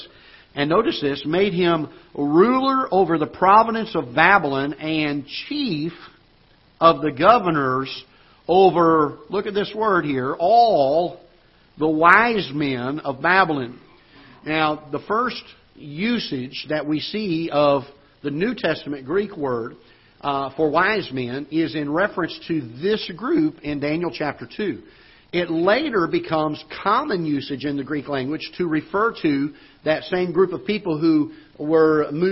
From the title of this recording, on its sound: Ketha Heights Baptist Church ~ Live Broadcast